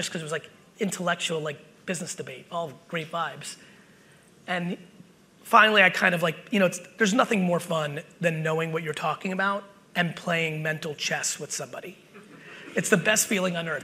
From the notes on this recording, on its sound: BUILD IT Keynote | New Jersey 2021. A throwback keynote I did in 2021!